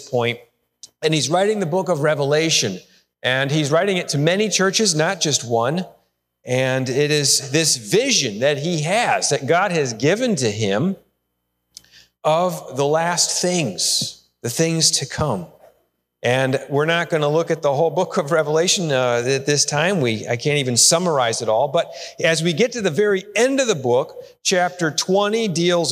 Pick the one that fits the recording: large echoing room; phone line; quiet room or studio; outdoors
large echoing room